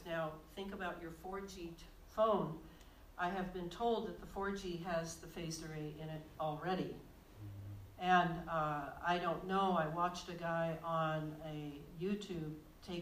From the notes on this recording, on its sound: This lecture was recorded on February 13, 2020 in Glendale, CA.